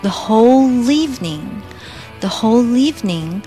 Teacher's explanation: whole 后面的 l 卷舌和 evening 前面的 e 可以做一些连读